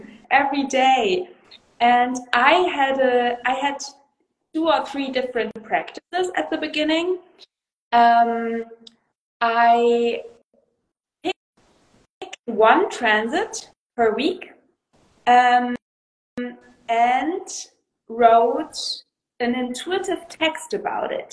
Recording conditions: video call